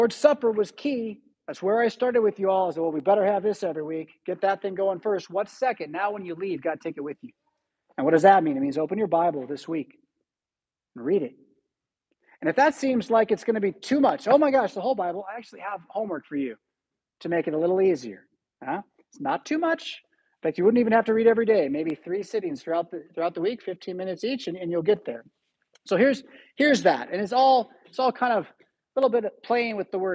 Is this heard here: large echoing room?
yes